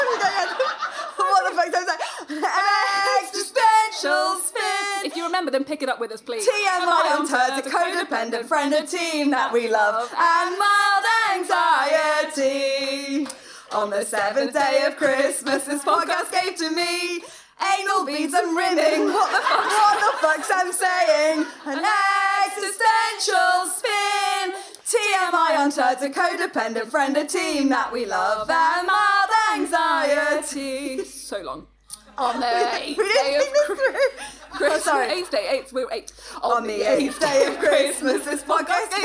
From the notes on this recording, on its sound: Our first LIVE show! Back with their brilliant live audience.